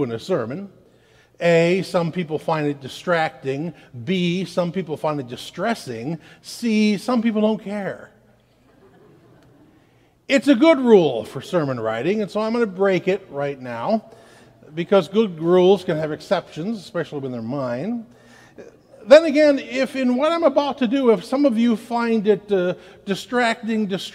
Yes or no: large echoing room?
yes